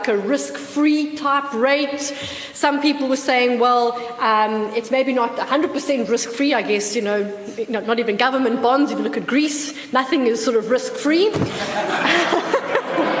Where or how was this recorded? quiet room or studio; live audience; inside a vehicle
live audience